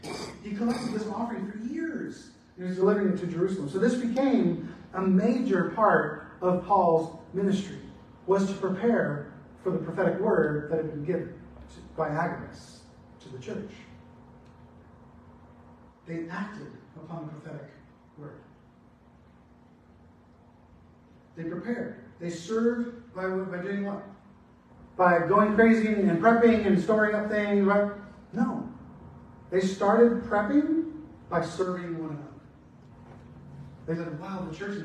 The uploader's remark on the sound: Apologies on the bad audio quality